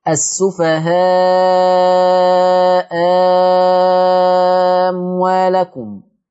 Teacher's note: طب ليه مع الإشباع؟ لأن لما هتقلب الهمزة الثانية ألف الحرف اللي وراها اللي هو الميم حرف ساكن، فيبقى حدث التقاء ساكنين فهتخلص منهما بالمد المشبع